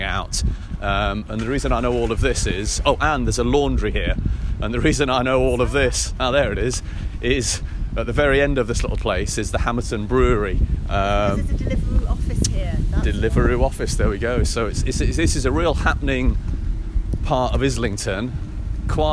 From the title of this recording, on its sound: Walking & Talking Finsbury Park to Green Park